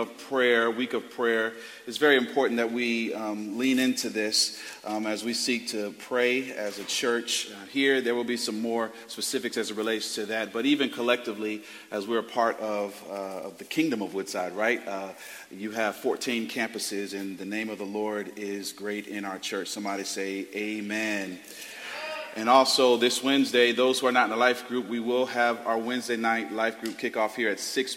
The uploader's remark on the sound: Preached Sunday January 14th, 2023 at Woodside Bible Church, Pontiac Campus